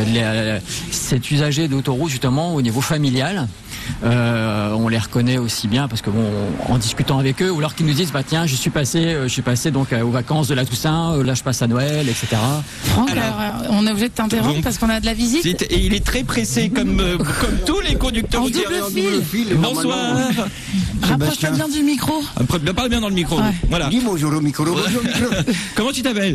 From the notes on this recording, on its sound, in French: Sur la route vers le salon Solutrans, qui se tient à Lyon, nous avons fait une halte sur l'aire de services de Saint-Rambert d'Albon, sur l'A7. Sont allés à votre rencontre et vous avez été nombreux à vous arrêter pour participer à l'émission, en direct.